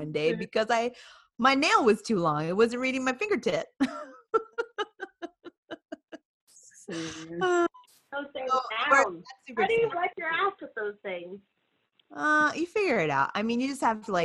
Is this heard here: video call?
yes